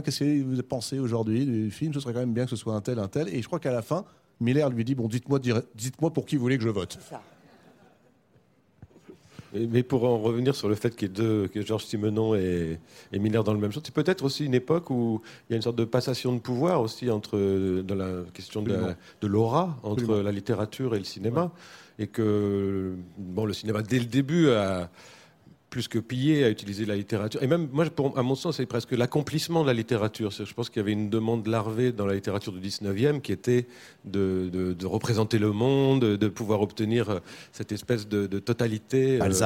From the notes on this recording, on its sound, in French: La Grande Librairie est en direct du Festival de Cannes.